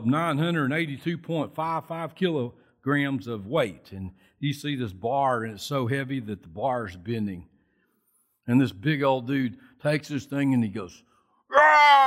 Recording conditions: large echoing room